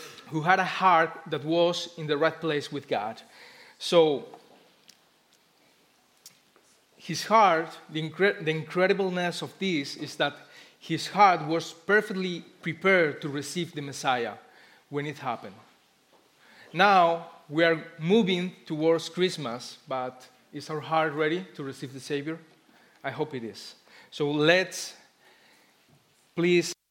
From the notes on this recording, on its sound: Christmas Eve Service Live Stream Recording